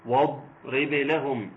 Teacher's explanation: ايوه، لا هو الف الوصل مش هو اللي هيأثر معايا، انما الضاد هو اللي هيأثر معايا. الضاد مفخم عاليه قوي تشد اللي قبلها